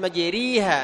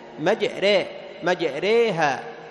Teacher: إمالة فقط، أي تنحو بها نحو الياء · Shown in: second take